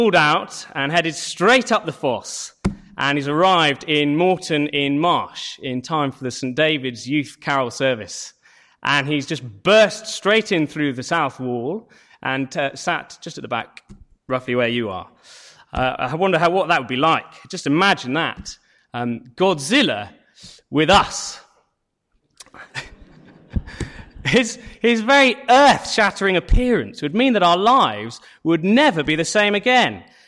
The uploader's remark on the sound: Sermon from St David's Church Moreton-in-Marsh, Evening Carol Service